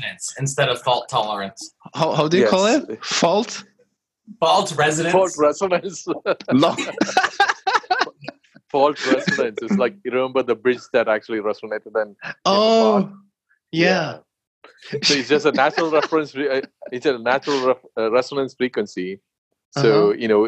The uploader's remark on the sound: We had so many connection issues we basically gave up and just had fun.